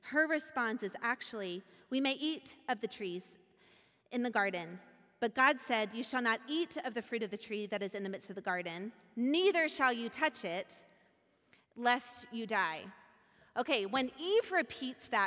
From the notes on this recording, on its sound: Recorded at our Sunday service on November 27th, 2022 in Port Orchard Washington.